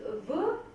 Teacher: ist konsonantisch, ist stimmhaft, ist ein Frikativ und kein Nasal